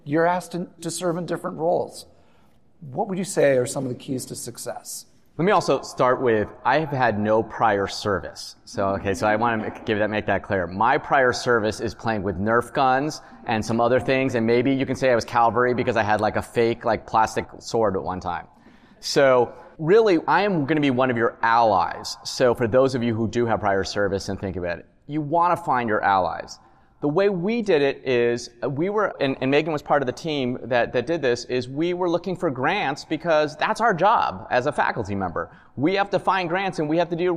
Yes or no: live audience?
yes